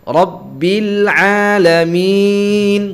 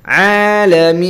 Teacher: Kalau kita tekan hidung kita alamin ya. Sangat terasa sekali ada getaran di hidung. Maka ini harus dihindari, tidak boleh sampai mengalir ke hidung.